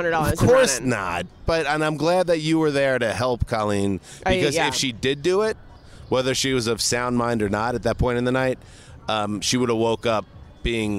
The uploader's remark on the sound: poolside at the Bellagio Hotel in Las Vegas